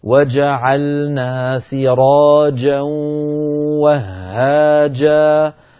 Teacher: وجعلنا سراجا وهاجا، جعلنا فيها جيم، سراجا فيها جيم، وهاجا فيها جيم. انتبه إلى هذه الجيمات أن تأتي بها كلها صوتها محبوس، هذا معنى الشدة.